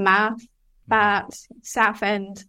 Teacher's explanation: young people, when they said words like mouth or bout, they had their tongue a bit further forward in the mouth. So it might sound more like mouth, bat, south end, so that sort of feature. · Term: estuary English